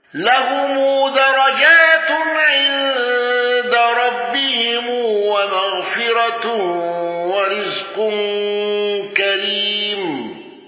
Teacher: خلف عن حمزة بترك الغنة